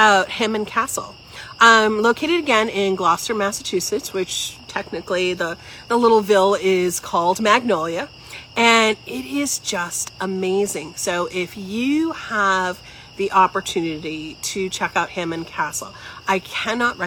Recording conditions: outdoors